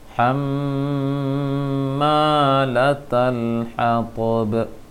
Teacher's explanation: Di ayat keempat hammalatal hatab, terpendekkan tadi, seharusnya panjang